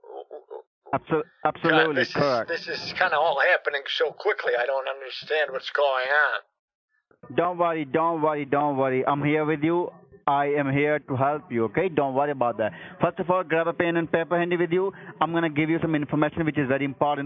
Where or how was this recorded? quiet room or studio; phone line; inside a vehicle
phone line